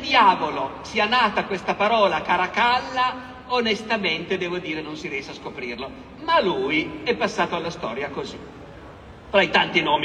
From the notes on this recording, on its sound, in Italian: (Roma, 2023). Roma Storia Festival. Audio registrato in loco.